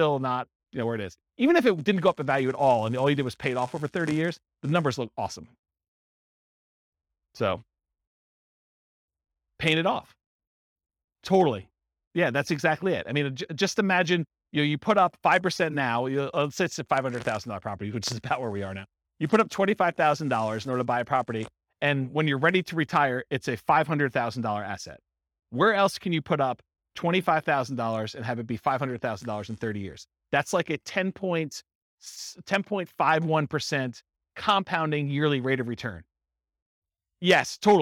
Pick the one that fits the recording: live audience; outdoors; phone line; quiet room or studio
live audience